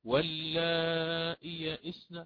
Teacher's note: يحقق الهمزة وتوسط في المد، مد متصل